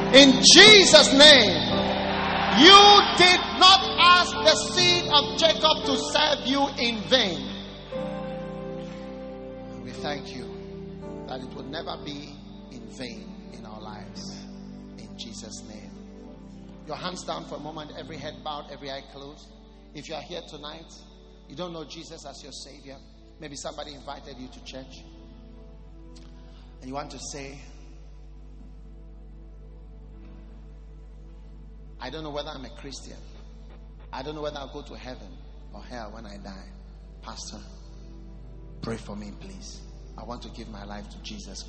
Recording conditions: large echoing room